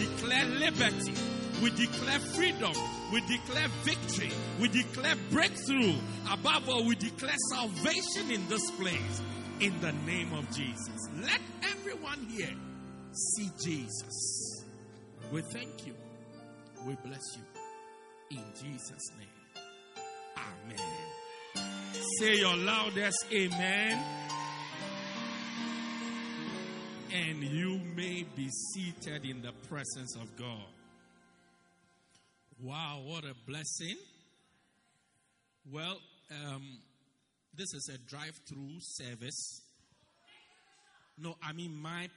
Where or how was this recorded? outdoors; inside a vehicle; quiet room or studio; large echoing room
large echoing room